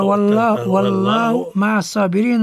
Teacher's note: لفظ الجلالة هو مفخم، مفخم أنه مسبوق بفتح